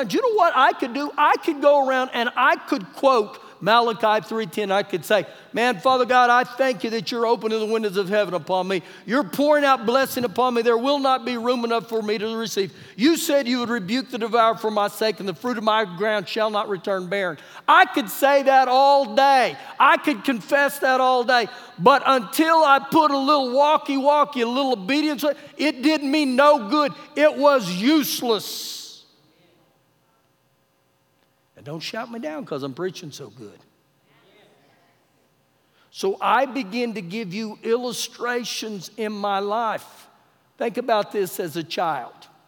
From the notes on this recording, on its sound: Recorded live during our Wednesday night service.